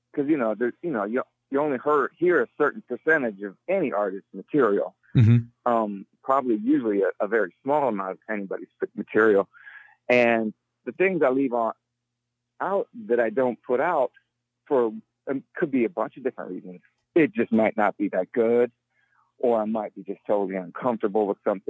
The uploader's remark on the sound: phone interview